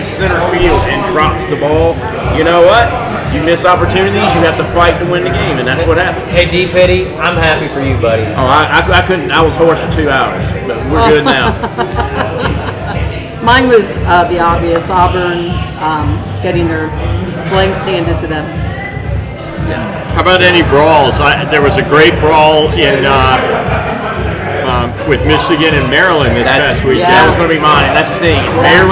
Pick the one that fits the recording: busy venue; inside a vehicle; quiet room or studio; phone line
busy venue